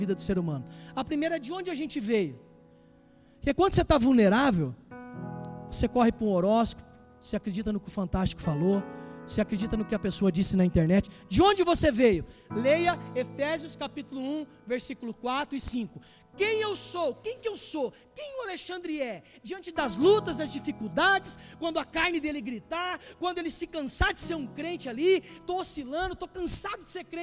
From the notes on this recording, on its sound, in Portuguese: Culto ao vivo